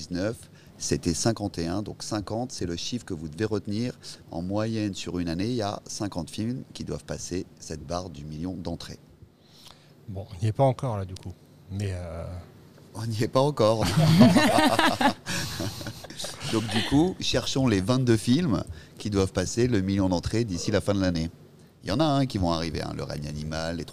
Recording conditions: busy venue